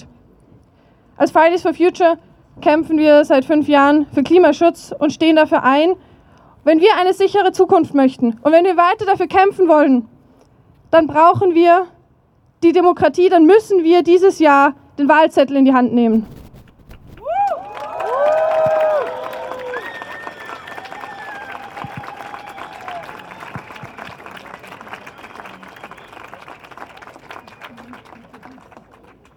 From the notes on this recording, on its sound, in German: Demokratie-verteidigen-Kundgebung von Fridays for Future. In Wien. An einem Lichtermeer unter dem Titel „Demokratie Verteidigen“ von Fridays For Future vor dem Parlament. Unbearbeitete Aufnahme der Reden auf der Kundgebung.